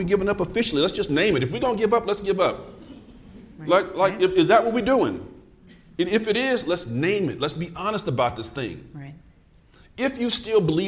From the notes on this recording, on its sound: Science of Reading: The Podcast recently conducted its first ever taping in front of a live audience. In New Orleans at the Plain Talk About Literacy and Learning conference.